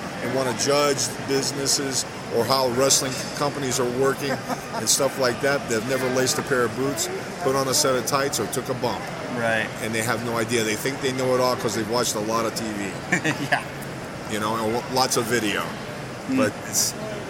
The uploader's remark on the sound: hearing some audio from the Kansas City Comic Con (KCCC)